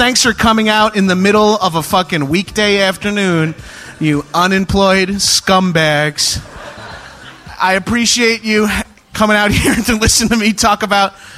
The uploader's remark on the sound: Live From SXSW. Live at The North Door in Austin for SXSW.